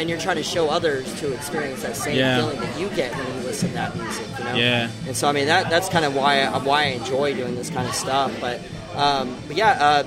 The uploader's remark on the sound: Live at Grand Royale. It was an enjoyable experience to chat with these talented individuals while we conversed outside, accompanied by the energetic performances of various bands inside. I would like to extend my gratitude to the Grand Royale for graciously allowing me to set up and record an episode at their establishment.